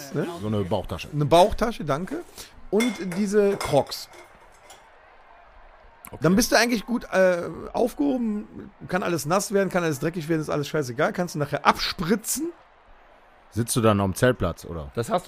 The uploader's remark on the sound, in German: Gestapelte Bierkisten, Kilometer von Kabeln, Boonekamp, Kippen…überall Irren Menschen umher…eine unglaubliche Geräuschkulisse….es ist stickig und warm…richtig, wir sind auf einem Festival. Heute senden wir live vom Benefiz Open Air Rock Sommer Nacht in Grevenbroich und alle schauen vorbei.